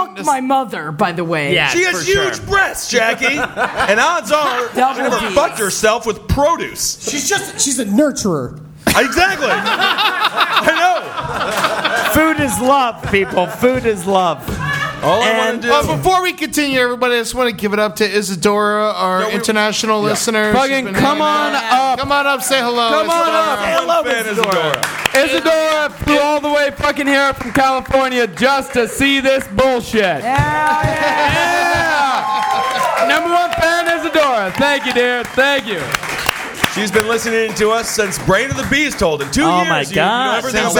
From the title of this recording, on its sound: Live at the Cave Comedy Radio Launch Party!